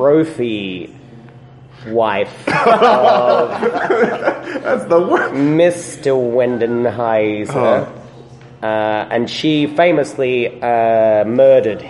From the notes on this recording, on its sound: Live From Regina Fringe. Coming to you live (at the time) from The Regina Fringe.